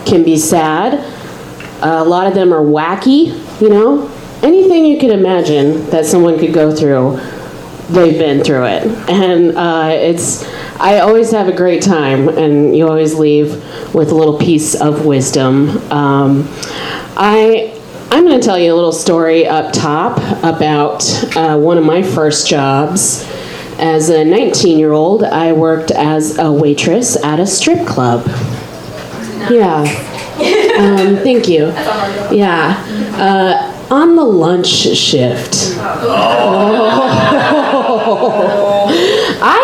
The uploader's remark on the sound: Live from Genuine Joes